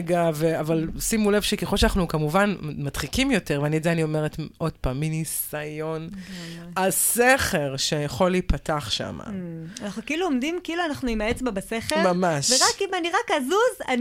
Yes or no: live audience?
no